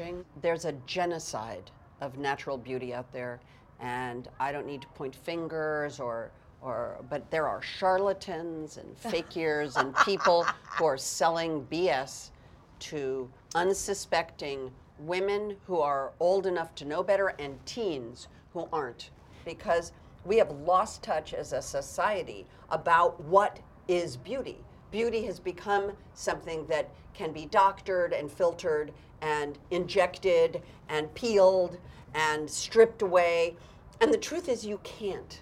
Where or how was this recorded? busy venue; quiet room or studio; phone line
busy venue